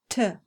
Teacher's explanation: This unvoiced consonant will not cause your throat to vibrate. You can tell it is an unvoiced consonant by putting your hand on your throat.